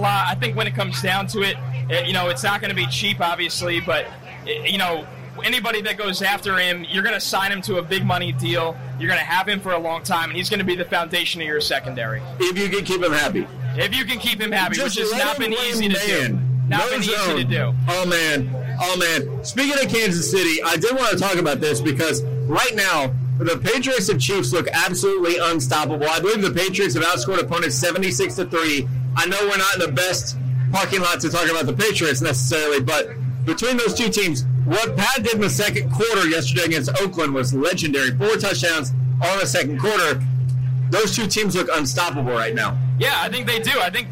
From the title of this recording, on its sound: Live From MNF At MetLife Stadium